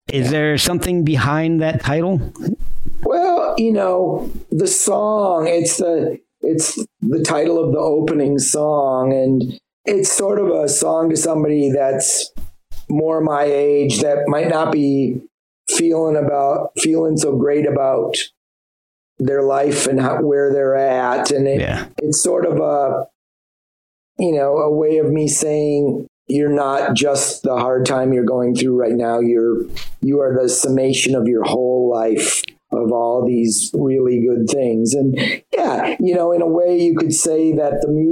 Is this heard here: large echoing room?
no